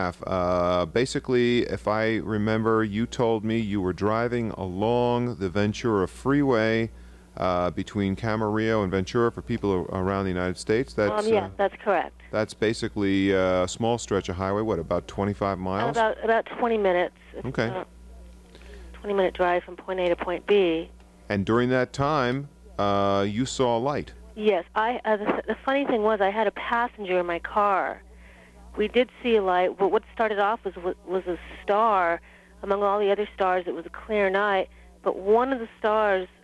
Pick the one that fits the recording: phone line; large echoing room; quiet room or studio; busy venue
phone line